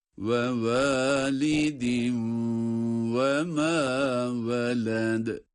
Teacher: Veled kelimesinde de sondaki dal yine ince okunan galgale sıfatının da uygulandığı bir harftir. Yine hem galgale yapıyoruz hem ince olarak okuyoruz.